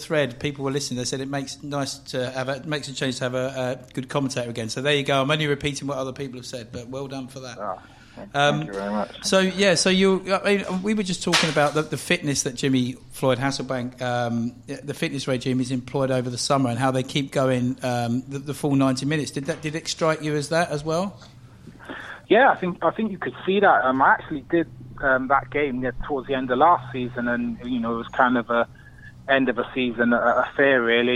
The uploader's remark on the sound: Joins from afar. Is on the phone this week.